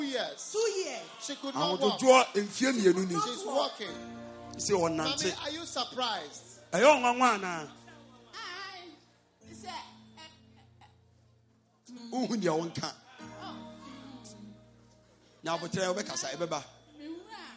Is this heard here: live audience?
yes